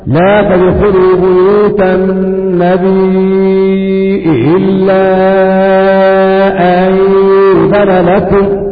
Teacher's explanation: ولكن قرأها ورش بإبدال الياء همزة